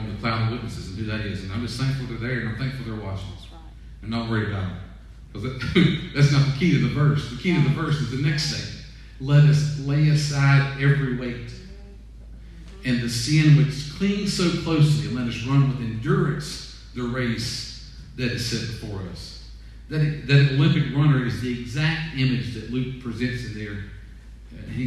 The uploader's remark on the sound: Sermon audio from 5/31/20 weekend worship service